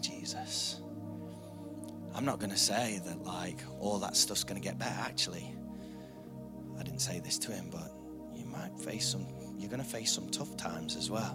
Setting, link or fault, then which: setting, large echoing room